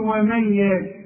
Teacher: ولاحظت ان انا قلقلت الباء هي مضمومة بس انا وقفت فلازم اقلقلها